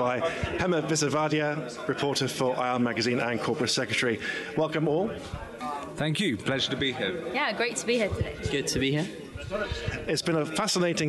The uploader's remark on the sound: The IR Magazine team reports live from the floor of the ESG Integration Forum – Europe.